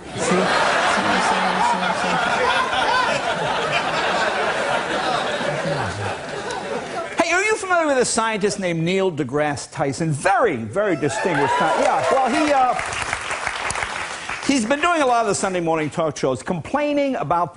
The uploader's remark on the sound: fans were in the studio